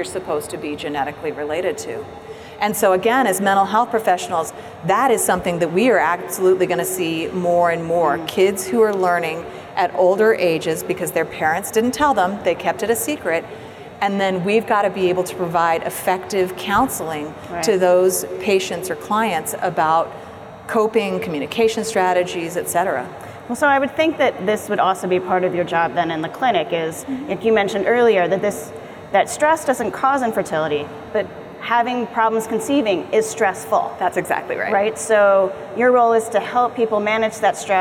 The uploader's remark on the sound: Live from APA 2019